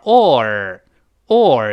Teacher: 先读 o，不勾舌，然后再勾舌尖儿